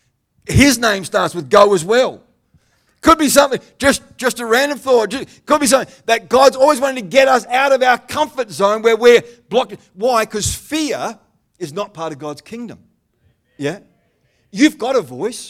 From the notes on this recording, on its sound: The live stream of Destiny Church Atherton.